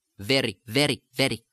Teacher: simply try to do a D tap, a slight D sound